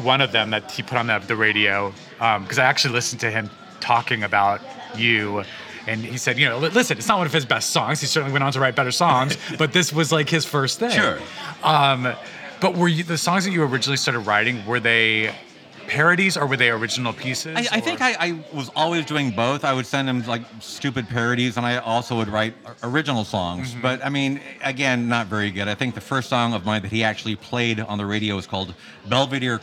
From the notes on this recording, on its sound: This episode was recorded at Cafe Gratitude in Larchmont Village, CA.